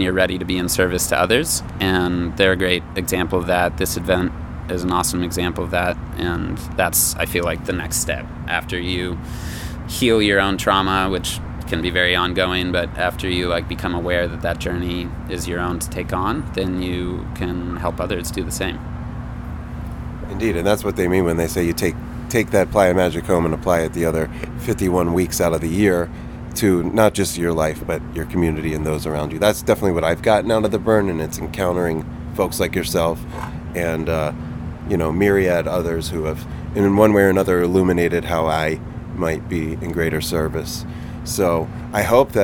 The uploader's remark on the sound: during Planet Home, a 3-day solutionary conference that took place in San Francisco